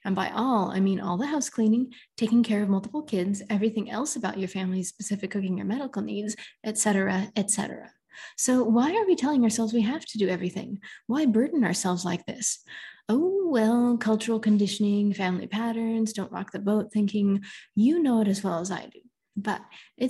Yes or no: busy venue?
no